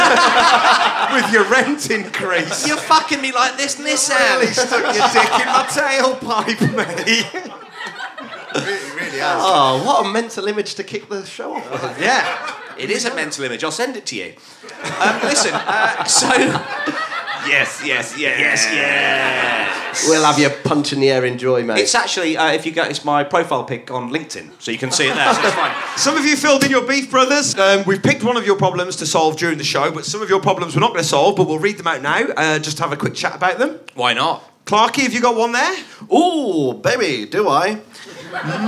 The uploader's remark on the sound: Here's another special episode culled from the best chunks of live gig introductions which preceded the Flatshare Slamdown recordings of the last series.